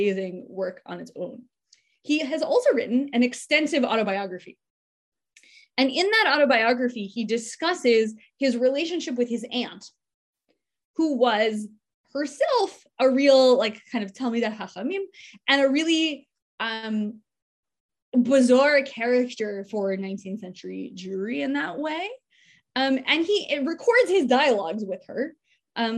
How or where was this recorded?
video call